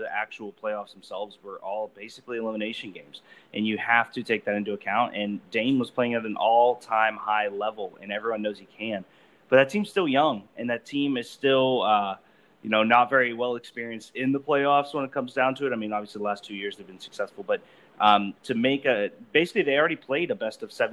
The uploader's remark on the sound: Apologies for audio issues on this episode guys! Anchor was not our friend yesterday.